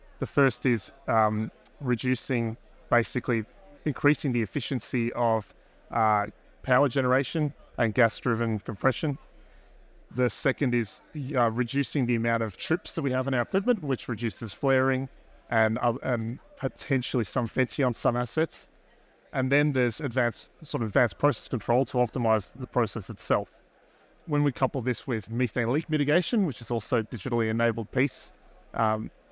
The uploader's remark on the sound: Recorded live at ADIPEC 2023